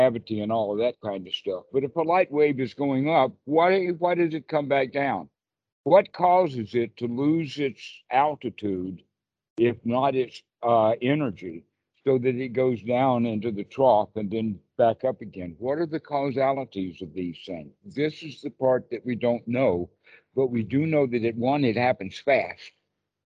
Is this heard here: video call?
yes